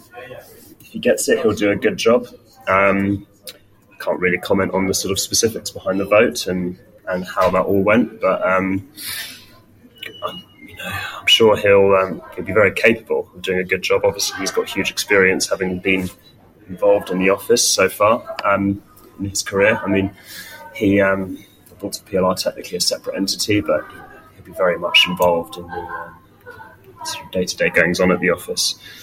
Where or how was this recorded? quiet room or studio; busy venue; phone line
busy venue